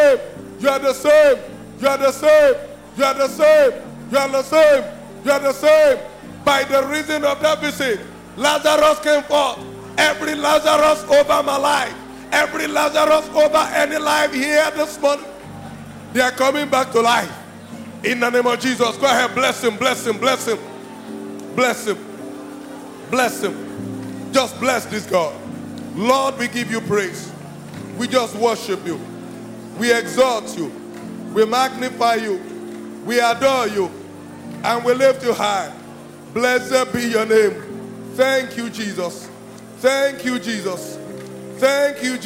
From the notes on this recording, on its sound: This message was preached in April 2012 at RCCG,Jesus House,Port Harcourt,Nigeria.